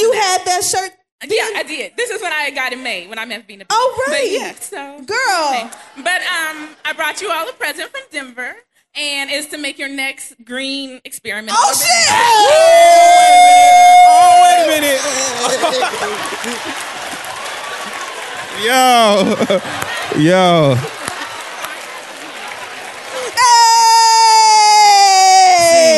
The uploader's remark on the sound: The Read Live at The New School in NYC.